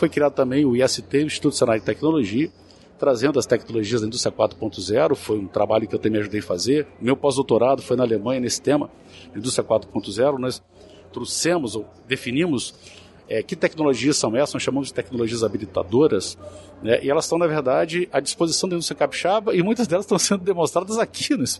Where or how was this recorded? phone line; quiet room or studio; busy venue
busy venue